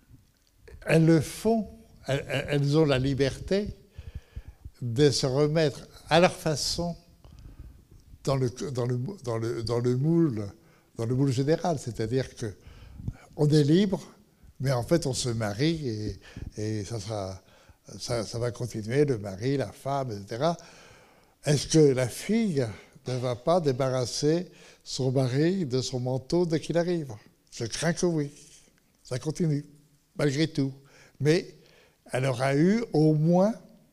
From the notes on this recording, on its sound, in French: Enregistrement intégral de l'intervention. Suite à la projection du film le 19 novembre 2014 au Centre des arts d'Enghien-les-Bains.